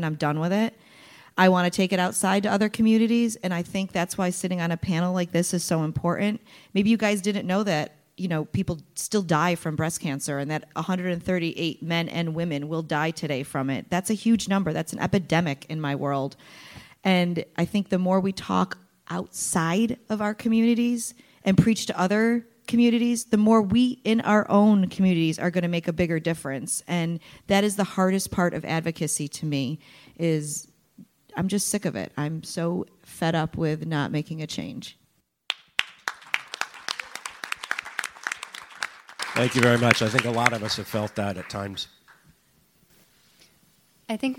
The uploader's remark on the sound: live recording of the Psych Central Show at HealtheVoices 2018